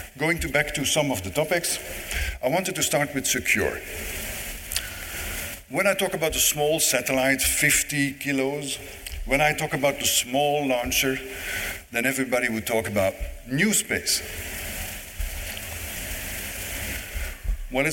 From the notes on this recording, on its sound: This weeks podcast is another live recording from the Canadian Space Summit.